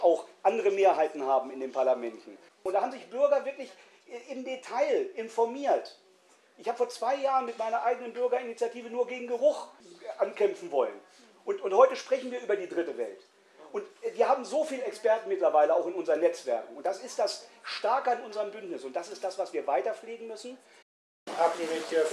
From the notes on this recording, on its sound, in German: Demo Hannover 10.Nov.2012, Teil 4 a - Talkrunde in der Marktkirche. Stellungnahmen und Fragen aus dem Publikum.